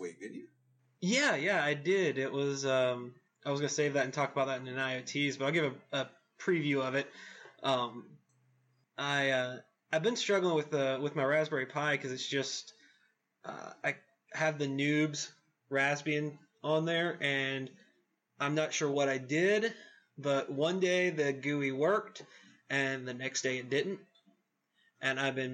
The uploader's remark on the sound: We had some issues with our recording for this episode. Please bare with us as we are learning to use the recording and editing equipment.